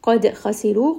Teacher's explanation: qaf is heavy, dal has qalqala.